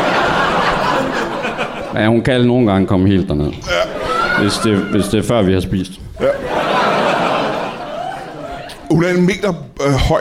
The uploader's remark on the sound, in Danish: LIVE fra UP Festival på Comedy Zoo. Optaget under UP Comedyfestival på Comedy Zoo i København.